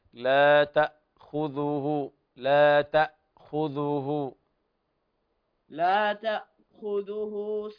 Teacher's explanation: سكن الهمزة سكون محض